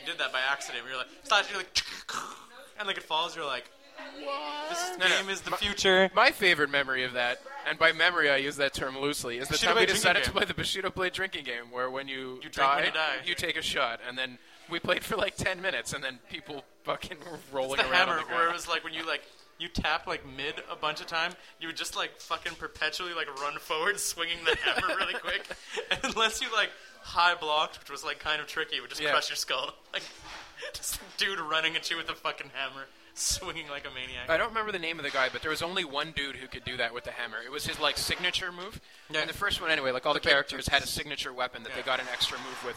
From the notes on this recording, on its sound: By which I of course mean the back of Grumpy’s. The charming backround noise of our favorite bar in town. Those people next to us seemed really nice, although, when we started recording, they just seemd to get louder.